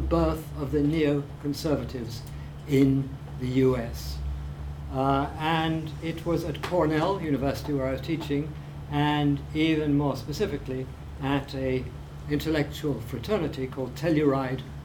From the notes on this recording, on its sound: speaking at the African Athena conference